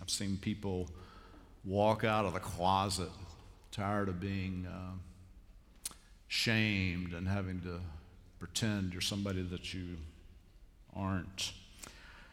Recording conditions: large echoing room